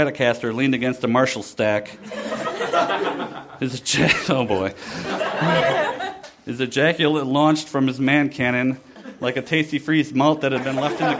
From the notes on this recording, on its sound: Recorded at the Nerdmelt Theater, November 20, 2012.